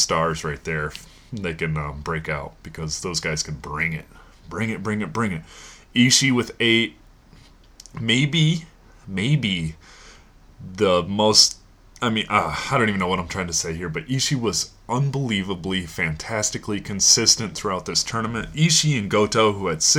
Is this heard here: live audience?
no